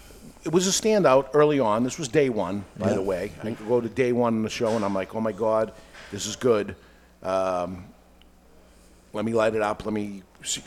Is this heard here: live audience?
yes